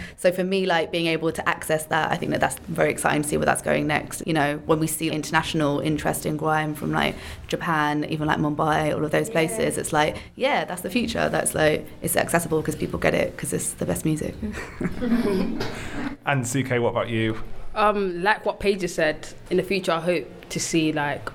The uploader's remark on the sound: Running monthly for the past few years at Southbank Centre in London, Violet Nights is a real-life forum for online conversations with music, performance and discussion in front of a live audience.